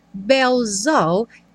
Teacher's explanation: Repare que há muitas palavras que terminam com S, a próxima palavra inicia com o som de vogal e o S ganha então um som de Z.